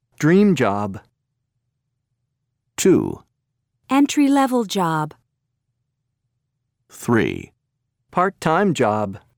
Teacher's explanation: Notice how in these compound nouns, the adjective is stressed rather than the noun.